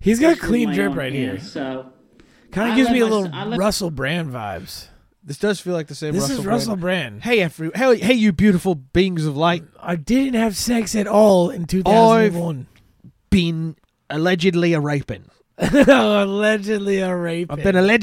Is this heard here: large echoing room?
no